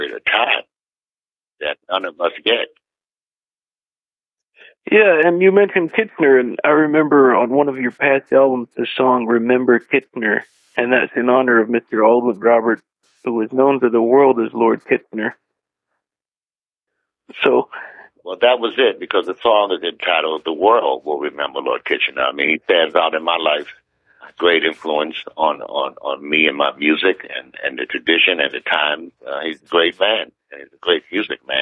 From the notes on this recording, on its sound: From our radio archives. This was recorded by phone in 2008.